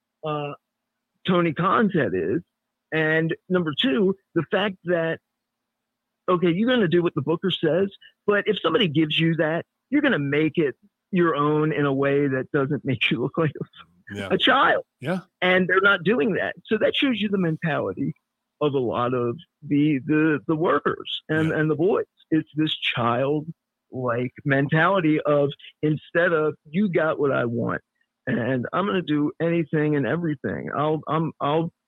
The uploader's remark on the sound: With a special call